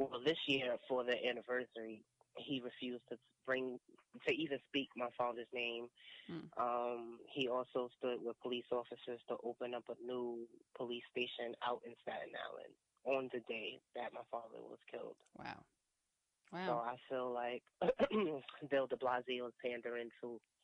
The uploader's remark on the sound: This episode consists of two interviews, done a week apart. Over the phone.